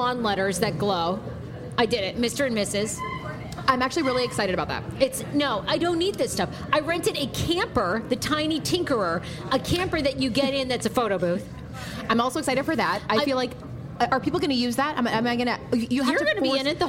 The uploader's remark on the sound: It’s our first pop-up podcast of 2019! Live at Umaya DC.